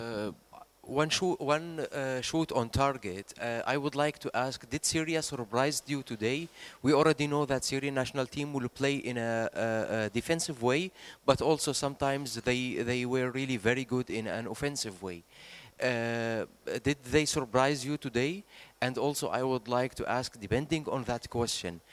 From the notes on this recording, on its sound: Post-Match Press Conference. Speak to media following the Subway Socceroos 1-0 win over Syria.